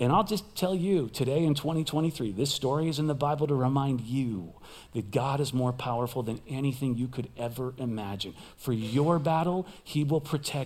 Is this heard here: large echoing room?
yes